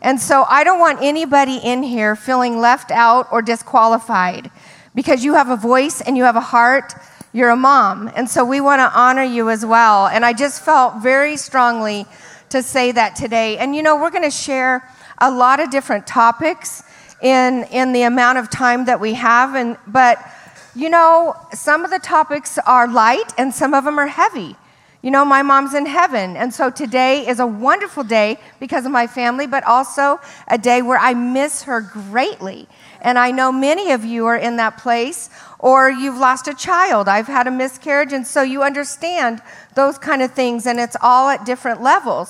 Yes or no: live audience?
yes